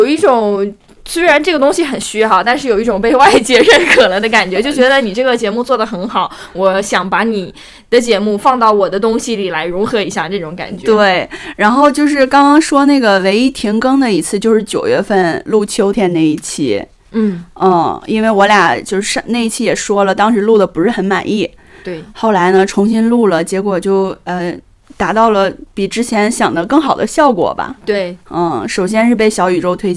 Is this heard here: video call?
no